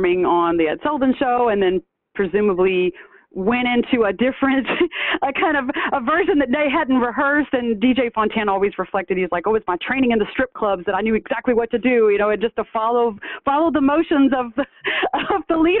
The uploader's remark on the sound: For an interview by phone.